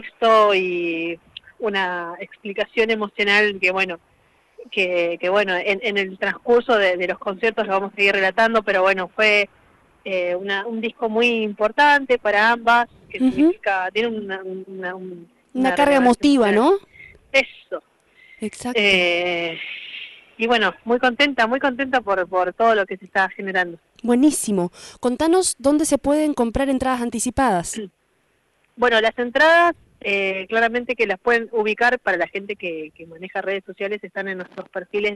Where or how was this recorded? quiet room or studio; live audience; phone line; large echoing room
phone line